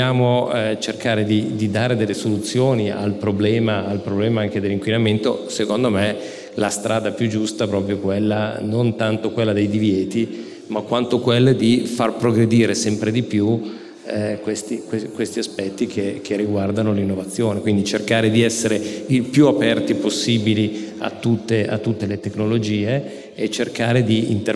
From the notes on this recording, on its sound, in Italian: abbiamo registrato live il 25 Ottobre a BASE